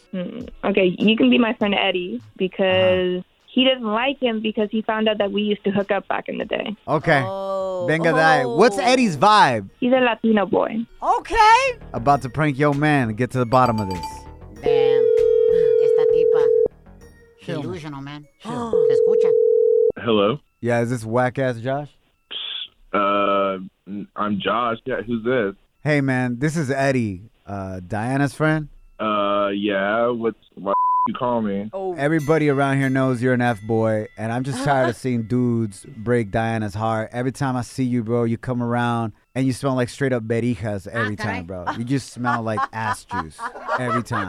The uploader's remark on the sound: We opened up the phone lines to ask our listeners whose song is a banger!